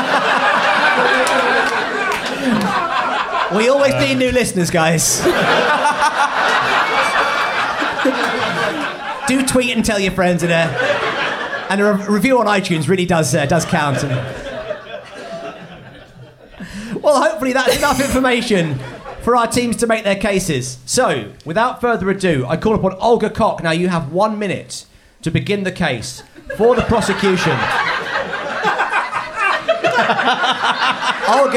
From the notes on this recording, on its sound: Recorded live at The Phoenix pub.